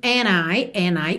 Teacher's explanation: percebe que não ouve bem o D, não soa and I, e sim and I, o que é muito comum, certo?